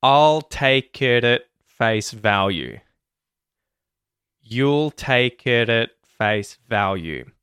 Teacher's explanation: So, we use the T flap for that T in it. It. Remember the schwa in at, and the T at the end of at gets muted.